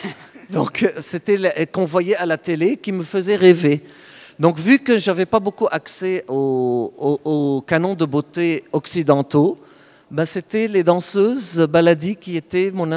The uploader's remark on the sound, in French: Le premier épisode live avec du public de Tous Danseurs. Le souffle du public. L’écho du foyer de la danse de Chaillot.